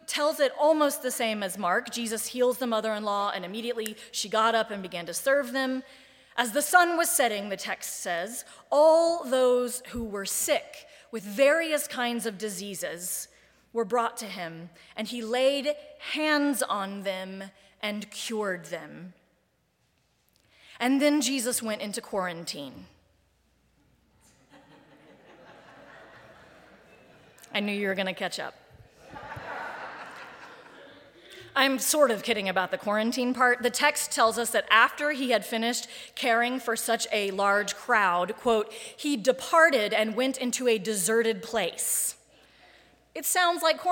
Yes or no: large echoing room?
yes